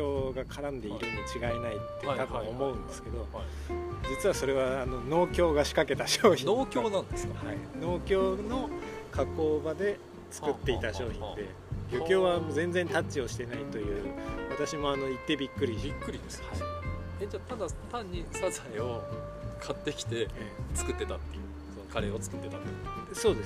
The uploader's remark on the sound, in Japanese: まちなかの川べりで収録しているので、虫の声や路面電車の音などが入っております。